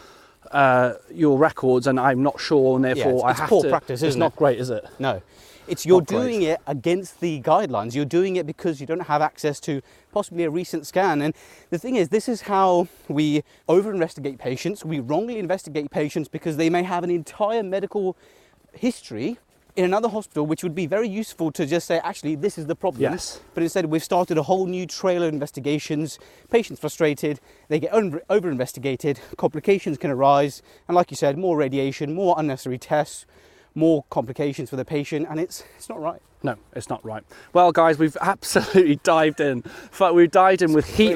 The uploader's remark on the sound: a beautiful snowy stomp in Greenwich Park